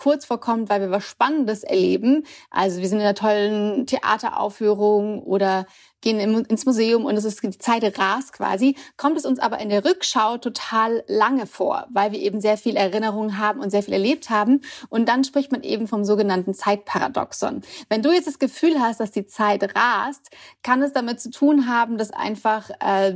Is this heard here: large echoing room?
no